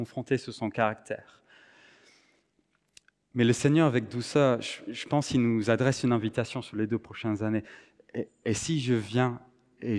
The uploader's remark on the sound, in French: Enregistré à l'église CVV, le 24/09/2023